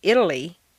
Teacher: The tal of Italian is at the top of the staircase and is strong, Italian. The d of Italy is in the middle and is weak